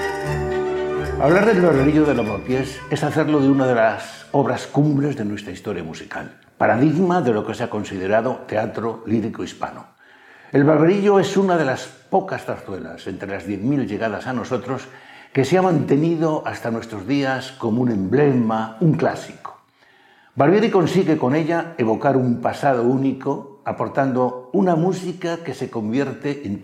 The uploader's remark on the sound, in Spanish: Ciclo de Conferencias que el Teatro de la Zarzuela programa en colaboración con la Asociación Amigos de la Ópera de Madrid. La conferencia fue grabada en el Teatro de la Zarzuela en junio de 2022.